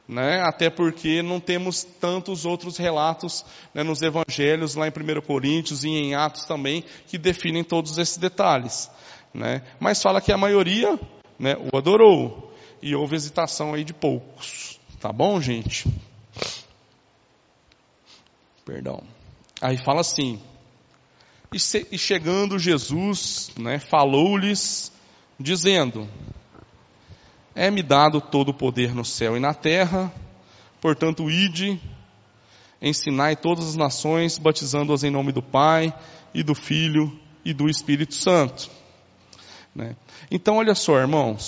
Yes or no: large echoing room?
yes